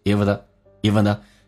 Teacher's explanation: even the,可以不被强调。用降调来发，速度很快，变成 even the, even the,经常长元音 even 的 e 说成短元音，因为没有必要把它强调那么夸张，变成 even the ones, even